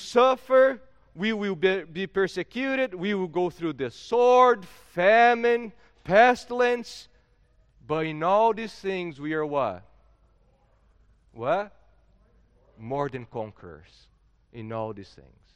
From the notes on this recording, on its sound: at Gracious Cross Reformed Church Salem, October 10th 2021